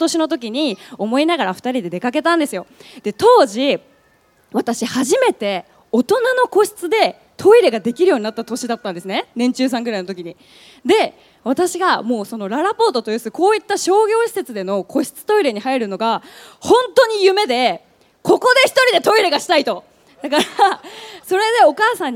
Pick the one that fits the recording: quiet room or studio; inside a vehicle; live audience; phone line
live audience